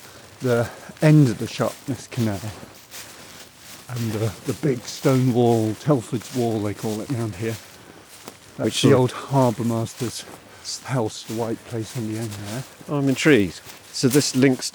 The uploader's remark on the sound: Takes a walk among the river. Explore a desolate graveyard of ships on the River Severn.